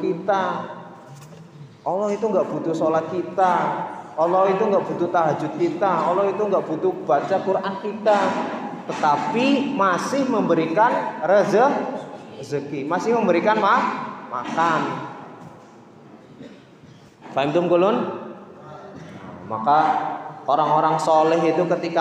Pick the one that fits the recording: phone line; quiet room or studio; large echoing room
large echoing room